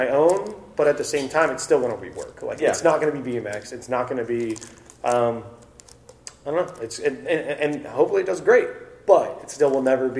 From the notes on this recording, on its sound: Our apologies for the random sonic boom noise throughout the conversation. Their conversation in Austin, Texas earlier this year.